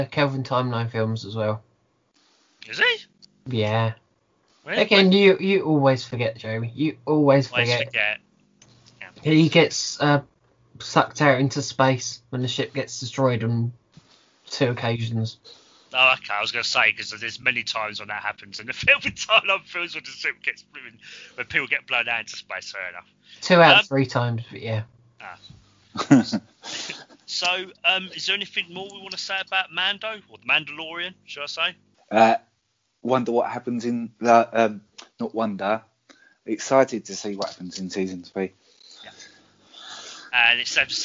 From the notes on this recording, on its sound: Please note we had some minor sound difficulties while recording.